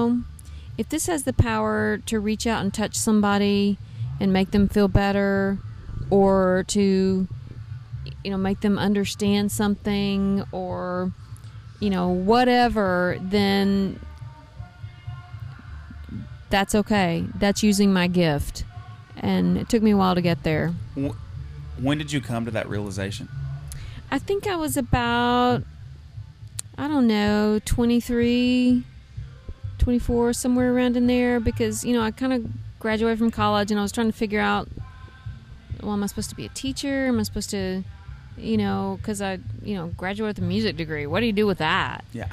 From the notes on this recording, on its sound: In this interview, she sits down backstage on a Saturday night at SamJam Bluegrass Festival in Piketon, OH.